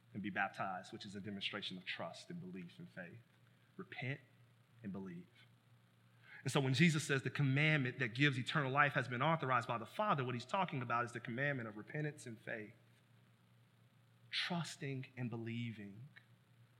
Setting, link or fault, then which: setting, large echoing room